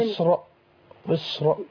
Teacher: فضيله الشيخ بقول لحضرتك فخامي الراء، لان الراء لا ترقق في هذا الموضع. ما قبلها مفتوح